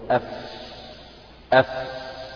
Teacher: تجد ان النفس اللي هو الهواء الخارج مع الحرف يجري، يعني يخرج · Term: حروف مهموسة